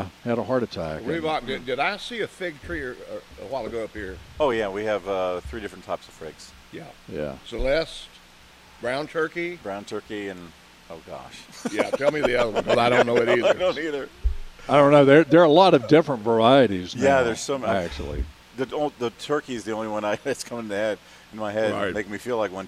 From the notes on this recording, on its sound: broadcasting live from Hand Picked Nursery.